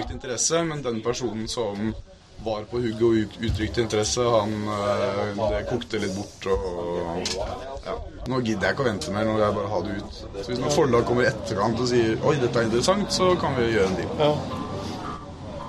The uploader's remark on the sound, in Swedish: När jag var på Holmcon spelade jag in ett samtal. Vi satt på verandan med ett gäng brädspelare, det blåste rejält, ljudkvaliteten är med andra ord fruktansvärd.